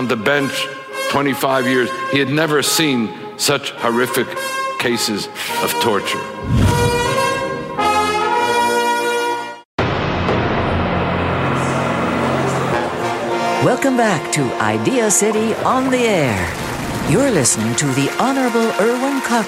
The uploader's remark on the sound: speaks at ideacity's 20th anniversary conference